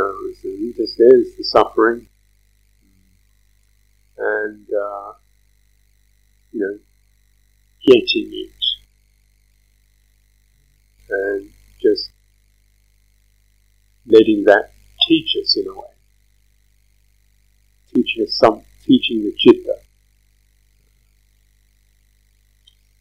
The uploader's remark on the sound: Sound quality poor due to removal of background noise. This talk is truncated by 7 minutes due to excessive noise.